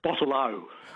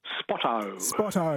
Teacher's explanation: You could pick a Western Australian by the way they very much emphasise any O at the end of a word.